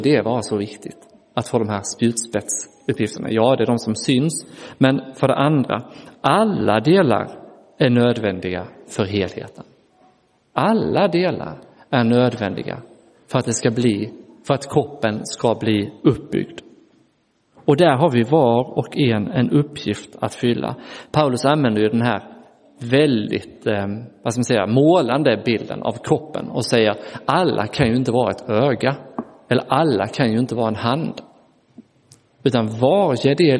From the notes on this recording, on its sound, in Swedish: Inspelad i Roseniuskyrkan.